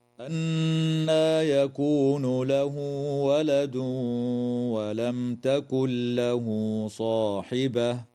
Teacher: وتدغم النون الساكنة في اللام من غير غنة في قوله تعالى تكن له، ويجوز الوقف على كلمة صاحبة من قبيل الوقف الحسن.